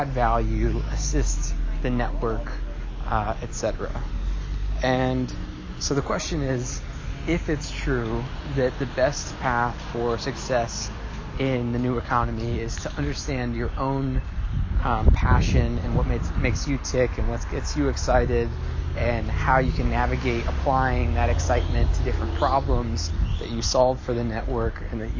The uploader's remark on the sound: An Audio Note from the Desert.